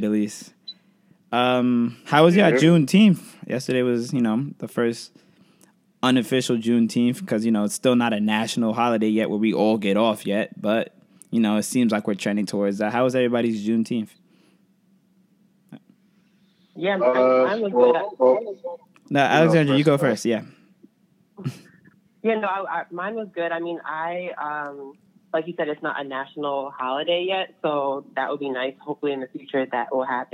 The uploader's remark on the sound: on the phone line